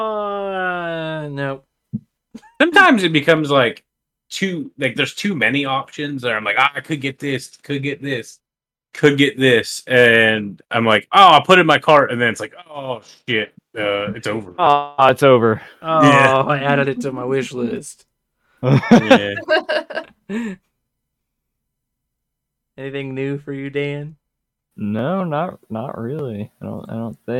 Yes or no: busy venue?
no